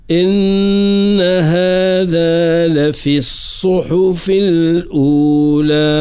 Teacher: إن النون مشددة يجب أن نبرز غنتها